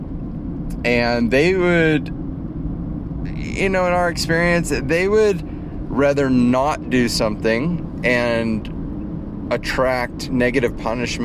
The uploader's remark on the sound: In the Car, from the Field...